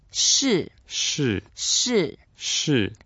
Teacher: It's the fourth tone, the angry tone. Going down.